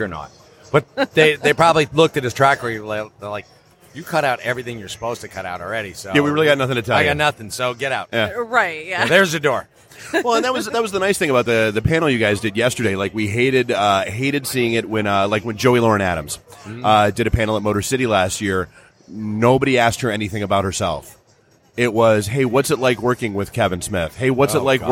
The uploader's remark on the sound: Live from Fantasticon Toledo